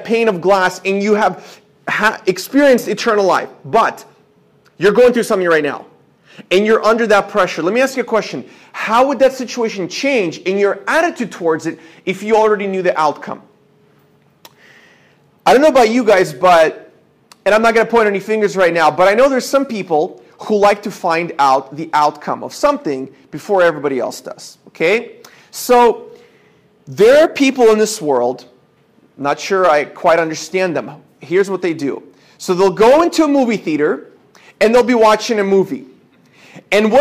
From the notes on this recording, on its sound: This is a sermon I preached at my church